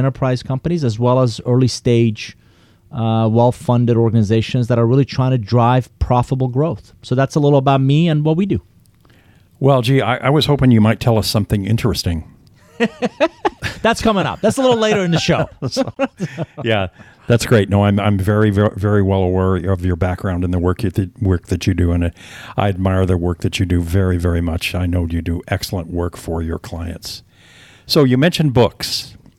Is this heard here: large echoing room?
no